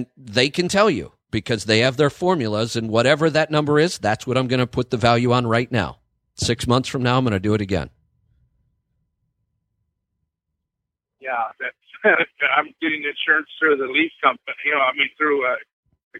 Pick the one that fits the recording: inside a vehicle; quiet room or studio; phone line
phone line